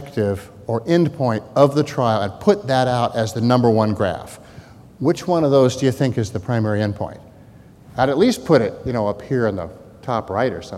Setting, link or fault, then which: setting, large echoing room